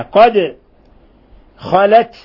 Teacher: قد خلت قاف قلقلنا الدال لسكونها، قد خلت لاحظوا التاء ساكنة فنهمسها، قد خلت خصوصا إذا وقفنا عليها، مع أنه الوصل أولى لكنها إذا سكنت تقل تهمس لأنها من حروف الهمس.